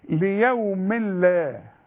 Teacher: تنوين وبعده لام، اسمه إدغام كامل لكن بدون غن